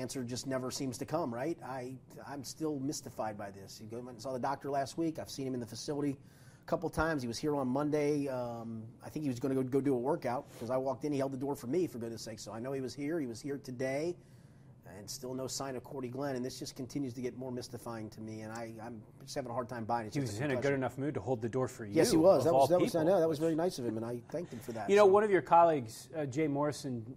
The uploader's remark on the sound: inside the locker room at Paul Brown Stadium